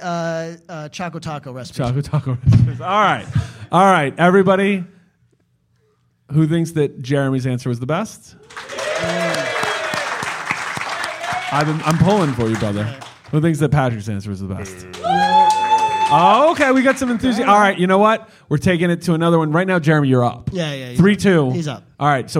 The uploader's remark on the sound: Our live studio audience taping of A2G from Brain Dead Studios, as part of Sound & Fury 2022.